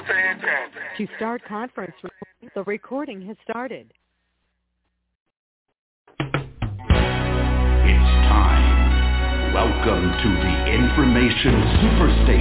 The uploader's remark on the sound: Conference Call